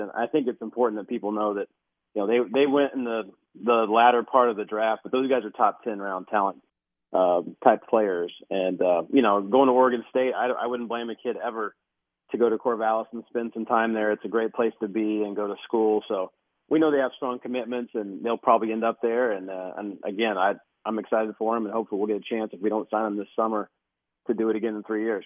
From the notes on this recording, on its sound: Take some phone calls as well.